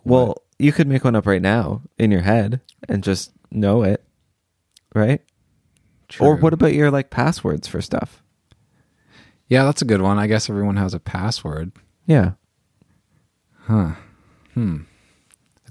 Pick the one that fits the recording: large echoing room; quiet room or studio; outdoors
quiet room or studio